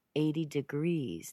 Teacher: notice how that T is really softened to a D